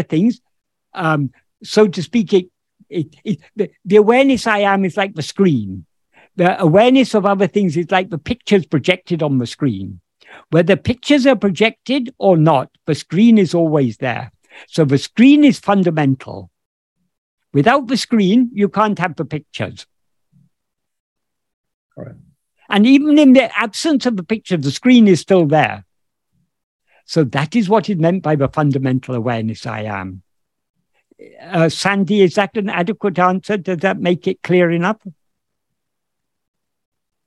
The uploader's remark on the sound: In a Zoom meeting with Sri Ramana Center, Houston